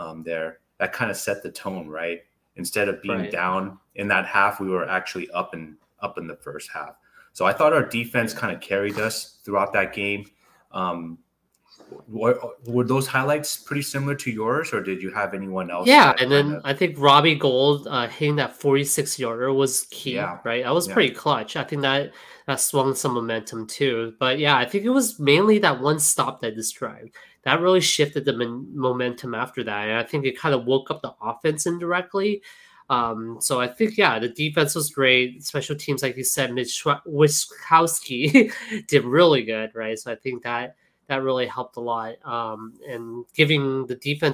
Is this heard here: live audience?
no